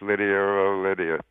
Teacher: He adds the final New York sort of R, the one the Kennedys dropped at the end after a vowel. Oh, the first time he says Lydia in that short space.